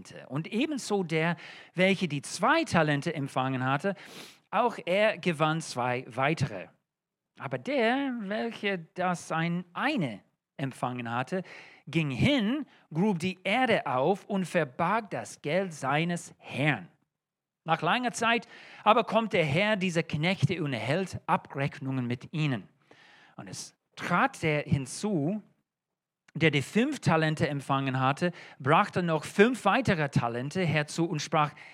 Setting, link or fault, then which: setting, large echoing room